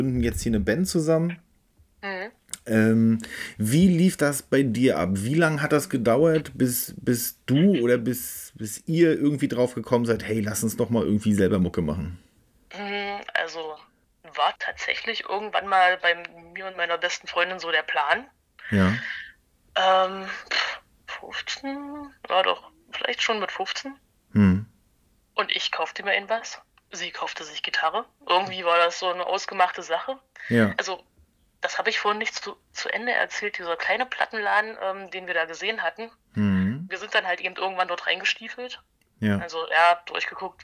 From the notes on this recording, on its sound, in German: Diese Folge musste aufgrund von technischen Widrigkeiten via Telefon aufgenommen werden. Daher können die Lautstärken tatsächlich etwas schwanken.